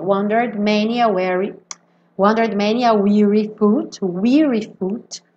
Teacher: também não vai pronunciar o último E, então do R, wandered, já vai pro D